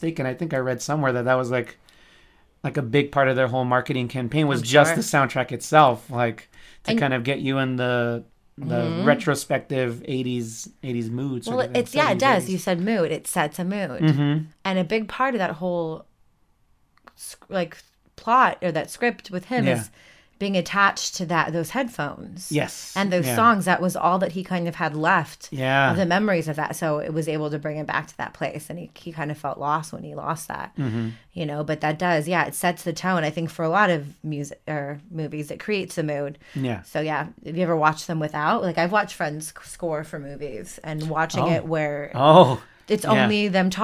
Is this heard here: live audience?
no